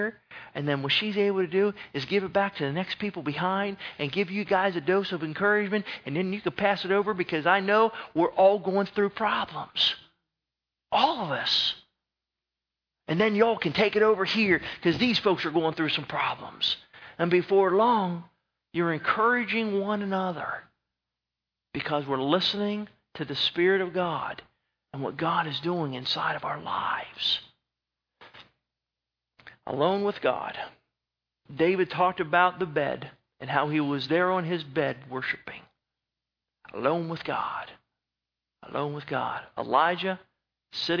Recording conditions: large echoing room